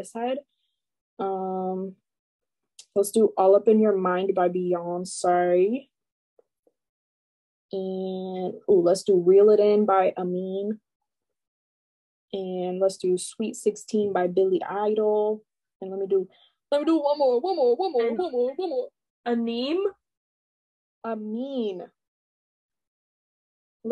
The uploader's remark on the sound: It’s over zoom this week and as chaotic as ever, enjoy!